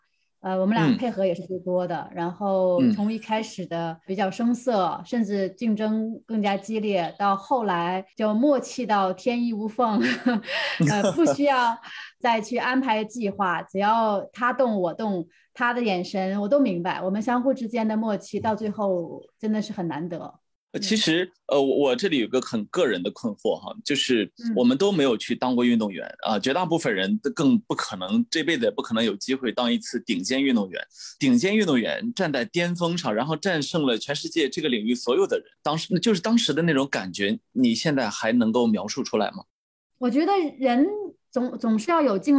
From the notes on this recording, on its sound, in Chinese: 本期节目的录制是用某会议软件录制的，音质不会像使用专业的设备那样清晰